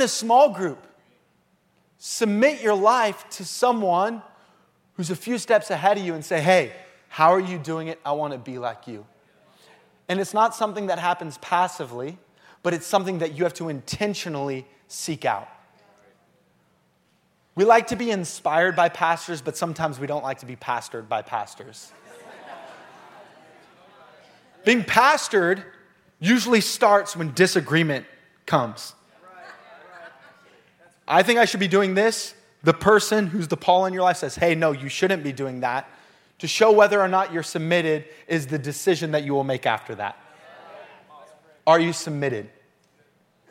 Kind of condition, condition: setting, large echoing room